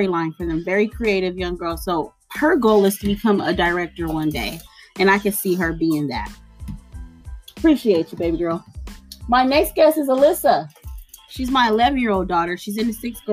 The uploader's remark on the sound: All noises are aloud on this episode.